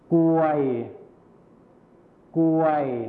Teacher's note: คำควบกล้ำที่เป็นรอเรือหายไปนั่นเองนะครับ